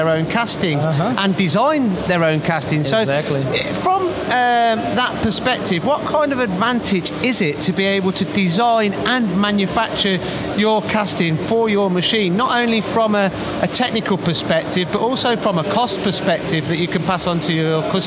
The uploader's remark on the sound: Recorded from the recent ROMI open house.